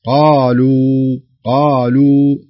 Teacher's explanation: تبرزين ضمة اللام وتقفين على الواو بكز الشفه بشكل واضح حتى لا يضعف الحرف في حالة الوقف